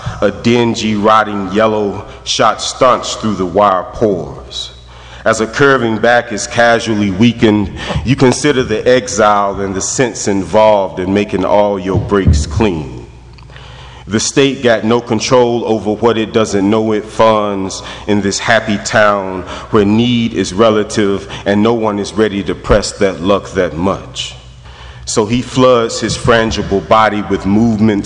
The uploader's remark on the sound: In residency at Vermont Studio Center. This recording blends two readings he did during his stay at VSC: the first, in the Mason House library, serves as a quiet introduction or segue into his second public reading in the Lecture Hall.